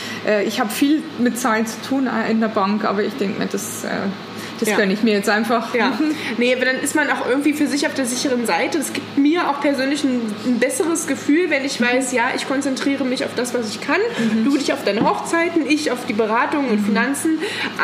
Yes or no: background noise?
yes